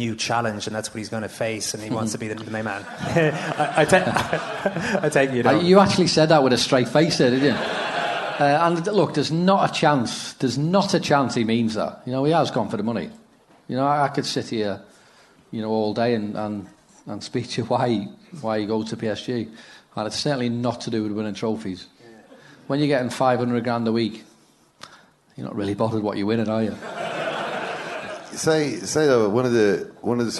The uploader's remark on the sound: Second Captains Premier League Night with Cadbury in The Sugar Club. Came chock-full of football legends, incomprehensible Dublin accents and bold predictions.